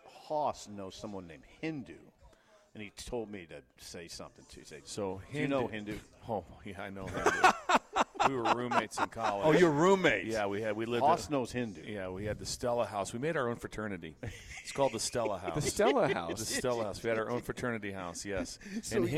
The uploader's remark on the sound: We are LIVE from Double Eagle Golf